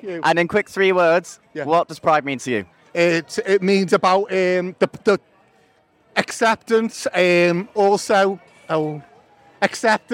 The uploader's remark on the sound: Recorded LIVE at the highlight of our year- Chester Pride 2023!